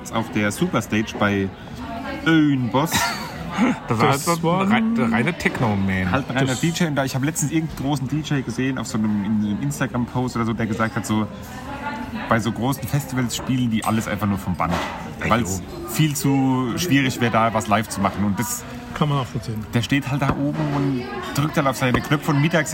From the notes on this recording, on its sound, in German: Wir berichten Live von Tag 1 des Superbloom Festivals in München! Begeistern knapp 50.000 Besucher an Tag 1!